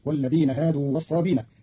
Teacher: قرأ قالون كلمة والصابئين بدون همز، فتصير والذين هادوا والصابين تيسيرا وتخفيفا في لغة بعض العرب.